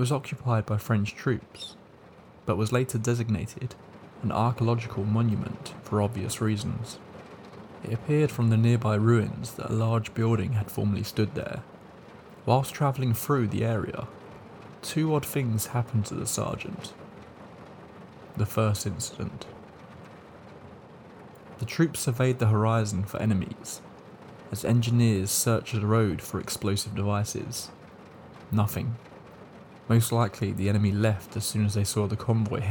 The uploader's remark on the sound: Told IN THE RAIN. The rain sounds will continue for around 10 minutes after the stories end.